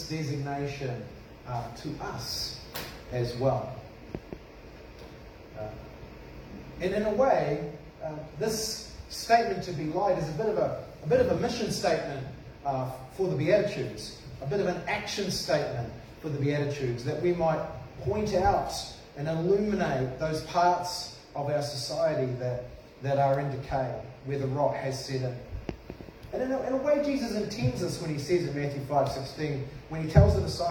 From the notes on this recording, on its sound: This sermon was preached at cession|community on 21 February 2021